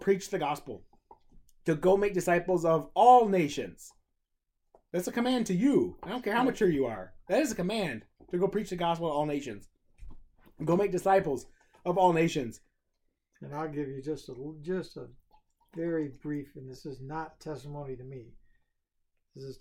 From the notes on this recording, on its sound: Sorry for the audio quality this week.